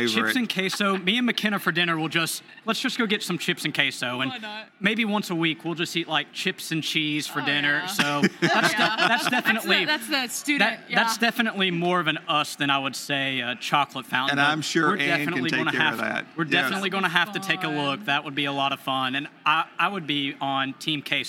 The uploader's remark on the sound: Went LIVE at a Louisville, Kentucky wedding show. On location at a Louisville, Kentucky wedding show.